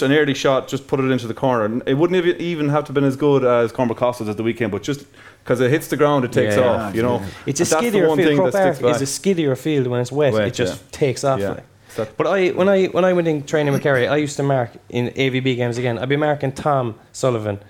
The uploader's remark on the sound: TFP LIVE in Dublin. Live in Kilmacud Crokes clubhouse.